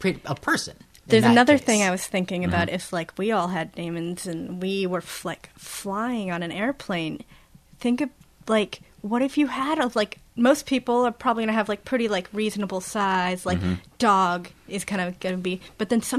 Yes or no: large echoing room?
no